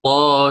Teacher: فالألف التي بعد الهاء فيها إمالة كبرى للإمام ورش، عندما سأميلها إمالة كبرى يترتب عليها إمالة فتحة الهاء تبعا لها